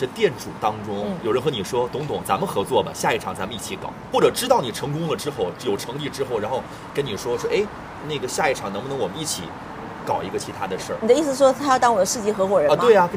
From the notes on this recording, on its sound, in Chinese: 世纪海角-赴一场春天的约会市集现场。